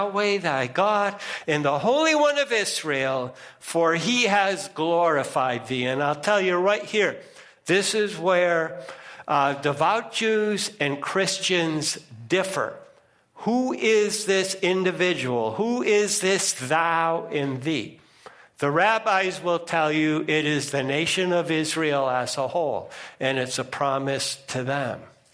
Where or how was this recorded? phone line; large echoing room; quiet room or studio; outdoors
large echoing room